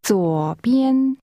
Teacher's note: Is pronounced with falling, rising, and high-level tones.